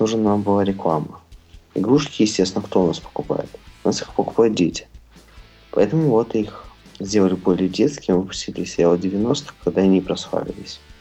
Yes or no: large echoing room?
no